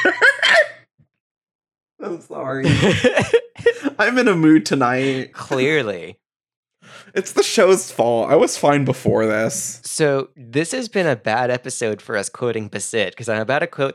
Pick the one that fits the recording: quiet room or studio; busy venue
quiet room or studio